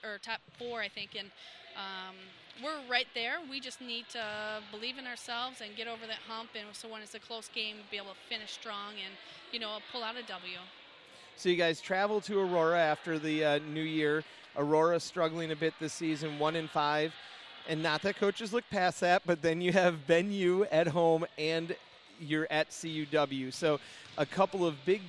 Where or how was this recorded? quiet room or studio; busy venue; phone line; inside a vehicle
busy venue